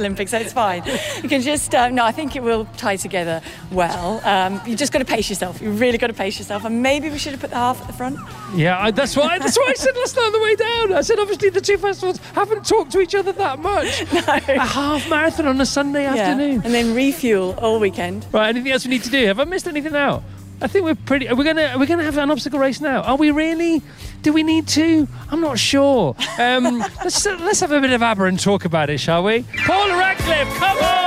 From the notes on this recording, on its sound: The show comes live for Laverstoke Park Farm for CarFest South! Virgin Radio UK.